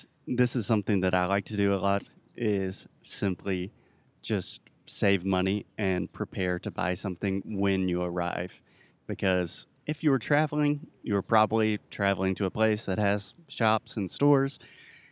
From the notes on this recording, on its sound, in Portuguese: O episódio de hoje foi gravado ao ar livre